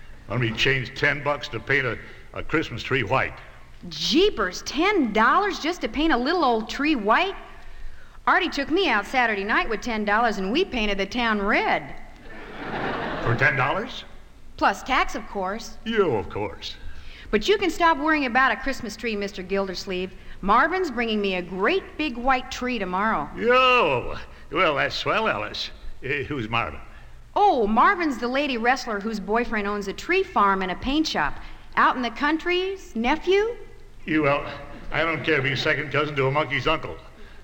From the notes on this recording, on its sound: Two-hour live stage show recorded for the Golden Days of Radio. Live stage show recorded for the Golden Days of Radio featuring many radio personalities.